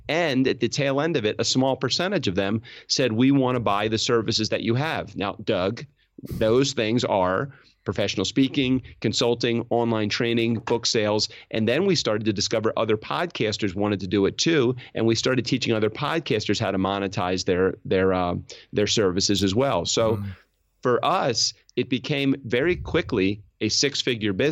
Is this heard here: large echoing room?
no